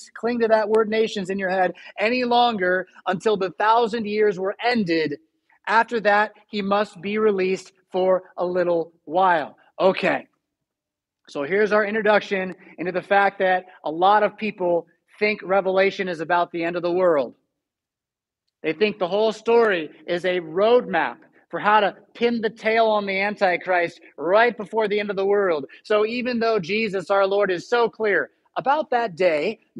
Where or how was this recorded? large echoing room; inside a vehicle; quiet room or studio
large echoing room